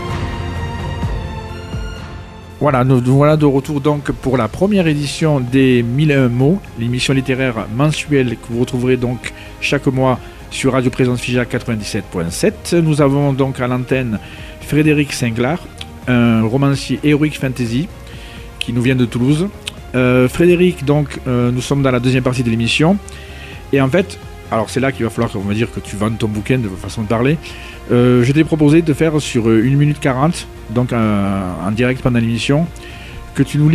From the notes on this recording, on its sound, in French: Reçoit par téléphone le romancier.